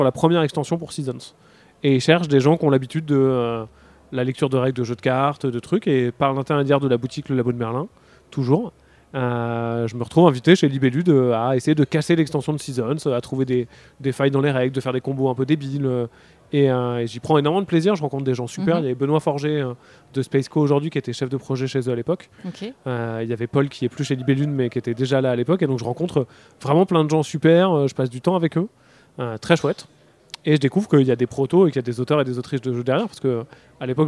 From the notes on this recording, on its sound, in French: Rencontre lors du Festival Paris Est Ludique 2023.